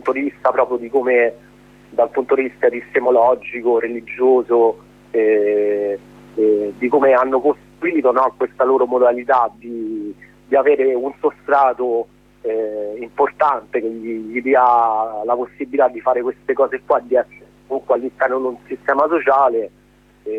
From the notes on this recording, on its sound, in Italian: ne parliamo al telefono con due compagni